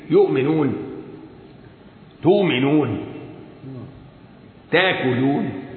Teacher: إذا سكنت فاء من الفعل همزة فورش يريها حرف مد مبدلة